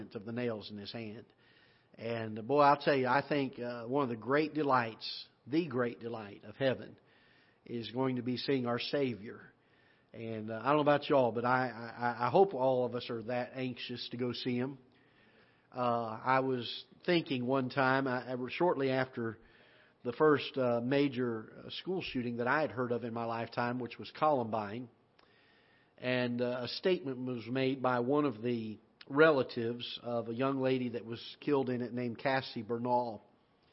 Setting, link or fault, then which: setting, large echoing room